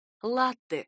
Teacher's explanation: Ударение в этом слове ставится на первый слог.